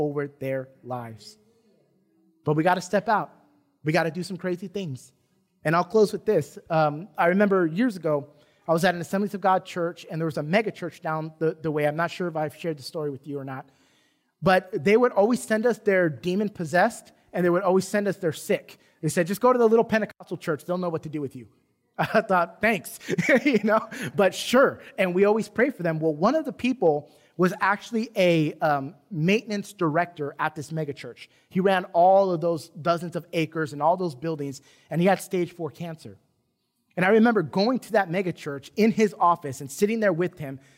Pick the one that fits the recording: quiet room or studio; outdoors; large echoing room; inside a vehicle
large echoing room